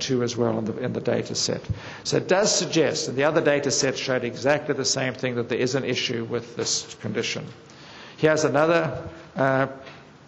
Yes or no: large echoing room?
yes